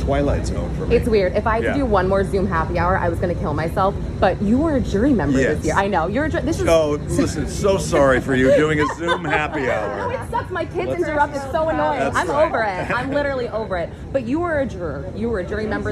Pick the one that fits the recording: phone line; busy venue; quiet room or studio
busy venue